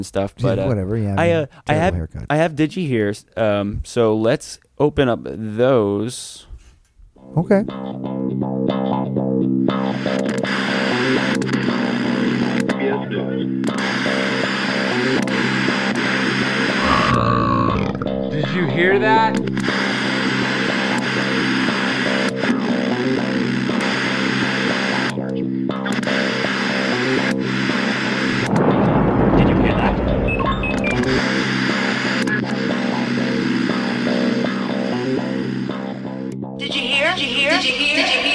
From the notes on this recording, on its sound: We also have our very first international guest, as we talk on the phone.